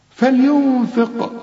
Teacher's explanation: القاف ده هنقلقلها لانها عليها السكون